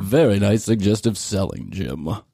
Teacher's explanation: He's got that vocal fry, but way at the lower tones.